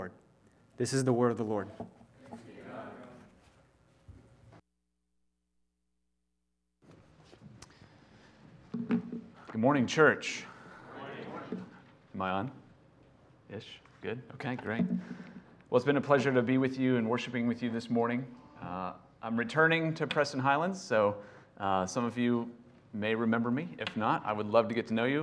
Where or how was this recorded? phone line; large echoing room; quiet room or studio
large echoing room